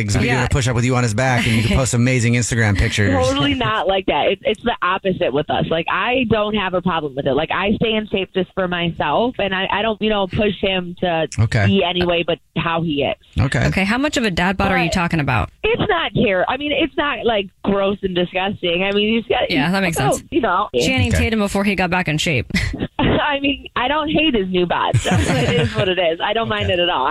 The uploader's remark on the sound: the caller on the phone